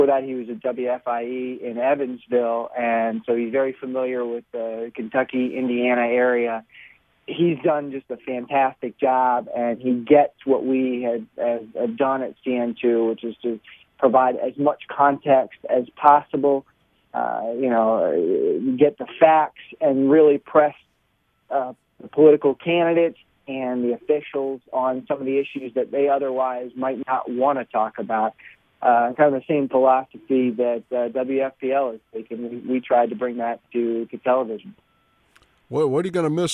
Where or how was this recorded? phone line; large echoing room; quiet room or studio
phone line